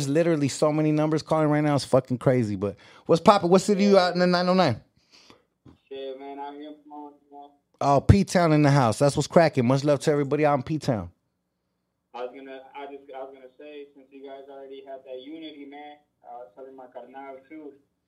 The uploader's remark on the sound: taking phone calls